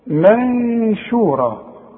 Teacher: نون ساكنة بعدها شين هنعمل فيها ايه نخفيها ونغنها